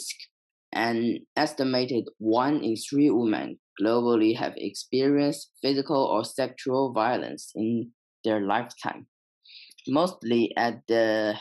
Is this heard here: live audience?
no